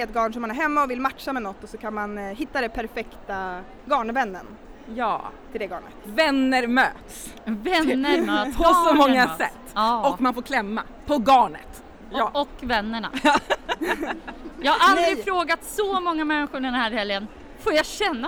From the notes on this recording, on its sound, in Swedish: Live på Stockholmsmässan. Tre mammor och en välstämd ukulele tog ton på Sy- och hantverksfestivalen i Stockholm.